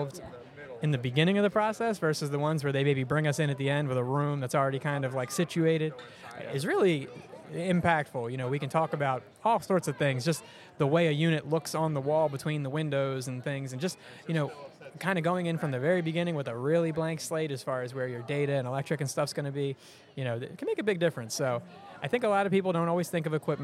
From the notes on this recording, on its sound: Live from AB Show 2023. Recorded LIVE at the Athletic Business Show in Baltimore MD! Our team shares the sights and sounds of our first tradeshow as exhibitors.